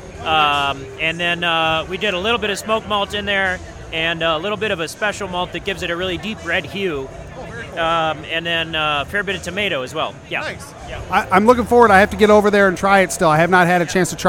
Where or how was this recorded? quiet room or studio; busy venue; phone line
busy venue